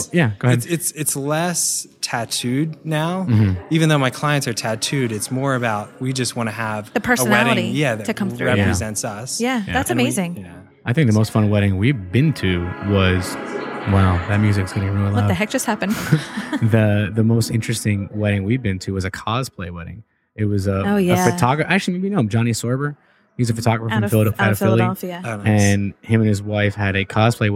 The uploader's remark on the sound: we're recording from WPPI in Vegas